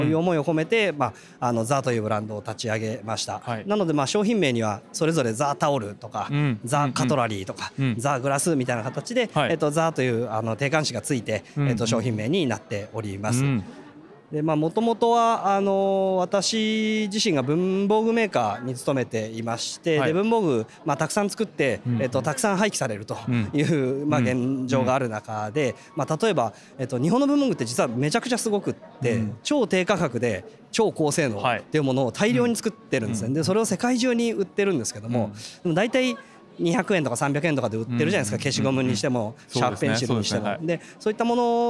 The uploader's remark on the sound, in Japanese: 恵比寿で行われた中川政七商店主催の小売店向け展示会「大日本市」の現場レポート